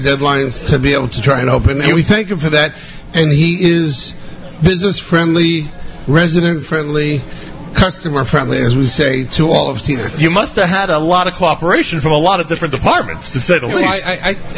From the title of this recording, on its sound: LIVE from Cedar Market in Teaneck, NJ